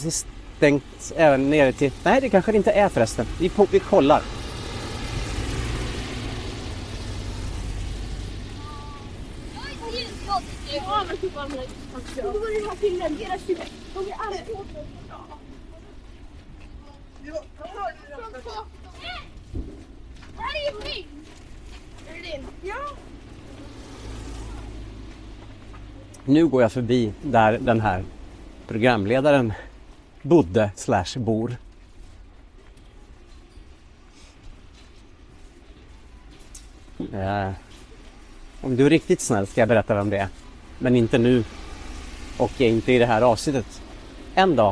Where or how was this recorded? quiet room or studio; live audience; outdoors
outdoors